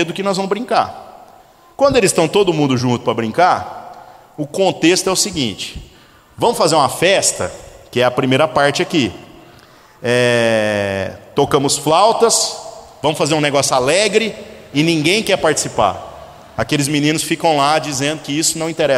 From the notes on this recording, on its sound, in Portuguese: gravado em 16/05/2018 na Igreja Sal da Terra - Manifesto, em Uberlândia-MG